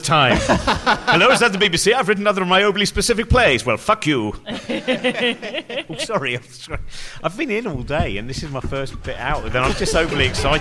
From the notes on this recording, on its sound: A special LIVE show at The London Podcast Festival. Stick around after the live conversation.